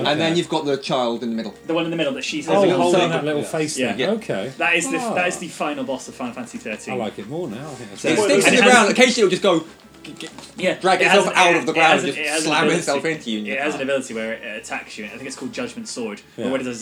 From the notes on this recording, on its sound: You’ll have to excuse the sound quality slightly: we were opening and looking at cards throughout the episode so there’s a fair bit of rustling. At least it’s not on Skype though, eh?